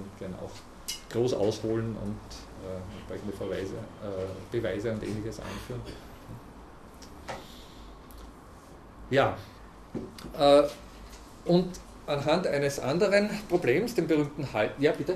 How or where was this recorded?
large echoing room